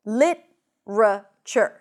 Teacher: But you can also say lit-ra-ture. So here we don't have the flap T because we drop one syllable.